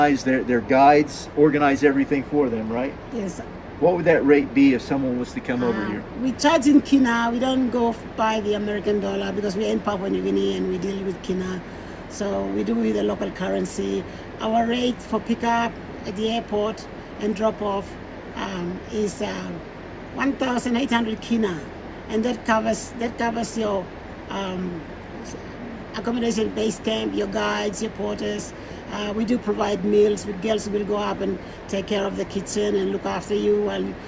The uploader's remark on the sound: some soothing sounds of the waterfalls we were surrounded